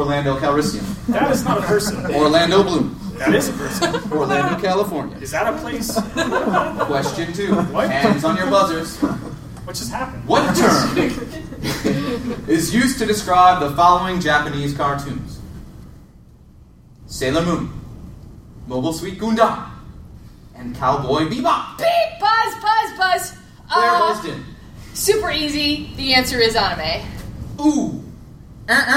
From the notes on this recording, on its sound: Live at Project Comic-Con, St. Louis. As it happens I recorded the show.